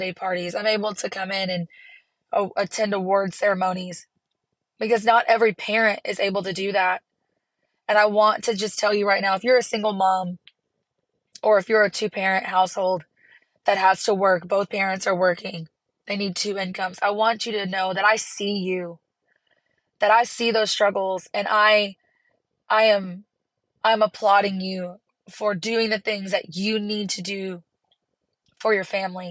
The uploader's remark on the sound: Chats from the car loop.